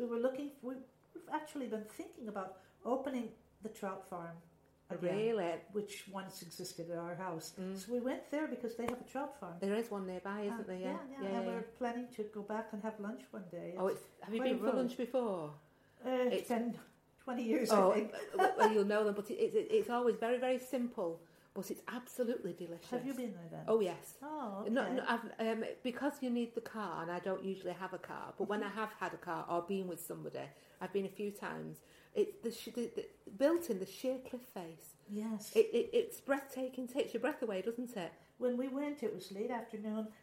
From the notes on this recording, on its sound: I particularly enjoyed recording this episode which took place in the Grapevine office, as you can hear the authentic sounds of Lucca in the background.